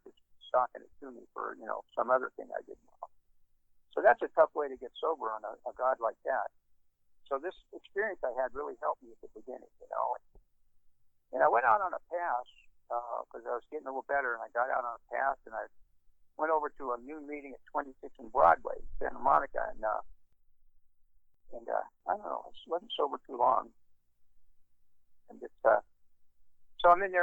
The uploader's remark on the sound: Los Angeles. Be advised that the recording quality is poor because it was conference call recorded on a microphone leaned against a cell phone speaker.